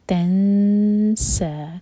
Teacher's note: تا کے بعد جو نون ہے یہ ہے ایمٹی، اس کے بعد ہے سین. تو یہاں پر ہم کریں گے اخفا تنسا، سا دو حرکا لمبا، سین پر فتحہ ساتھ میں الف مکسورہ.